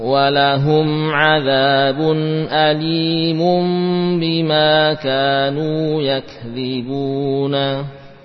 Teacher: nun sukun dan tanwin dibaca dengan qalb, ya, digantikan dengan huruf mim, mim yang samar, yakni tidak diberi tekanan, ya, namun sempurna penutupan apa kedua bibir, kemudian dipanjangkan gunnah pada padanya.